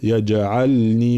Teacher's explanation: إظهار اللام وعدم إدغامها في النون، يجعلني، فلا نقول يجعلني، لا يجعلني.